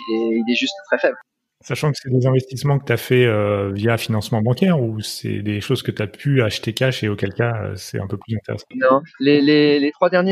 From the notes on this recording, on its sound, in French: À Bali, à quelques mètres de la mer, assis à la terrasse d'un café. La contrepartie de ces terribles conditions de vie est que la qualité sonore de cet épisode est inférieure à ce que vos oreilles d’auditeurs assidus méritent.